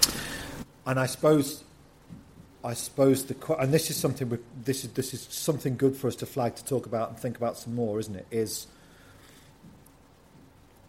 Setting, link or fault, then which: setting, large echoing room